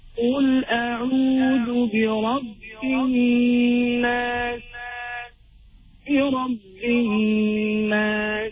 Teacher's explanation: the sound of al will go away, it will penetrate into the noon. The noon holding shadda means that we read that with ghunna emphasizing.